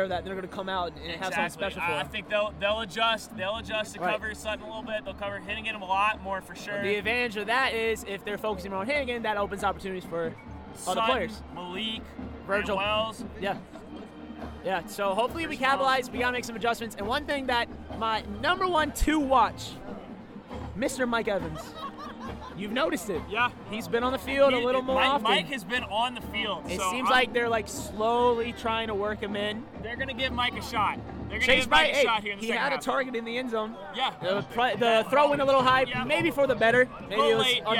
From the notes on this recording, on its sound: LIVE from Kidd-Brewer Stadium. The first podcast to record during a live App State game.